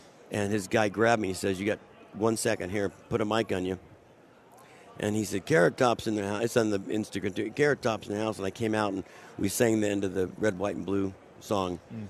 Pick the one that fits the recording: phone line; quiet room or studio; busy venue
busy venue